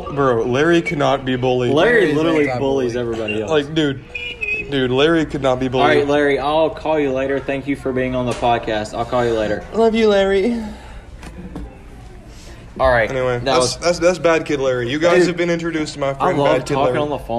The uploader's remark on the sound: We set up a mic in Mcdonald's during an active tornado warning